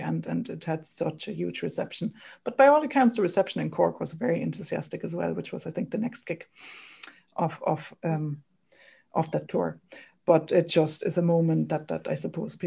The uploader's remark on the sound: join us as well in the zoom room afterwards